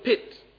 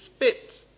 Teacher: In the case of pit, there is an action that you can feel the air stream. But if you do this with spit, then this is much, much less the case. · Term: aspiration